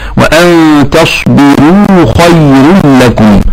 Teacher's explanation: وكلمة خير بها ترقيق الراء لورش